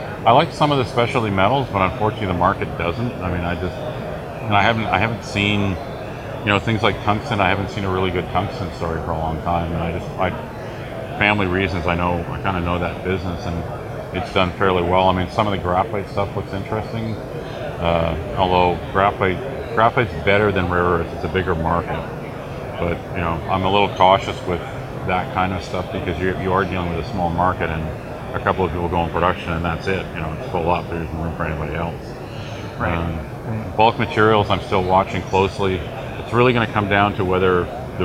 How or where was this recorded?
busy venue